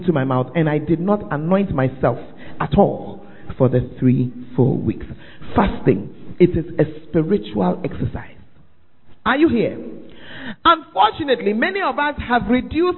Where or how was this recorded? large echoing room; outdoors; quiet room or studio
large echoing room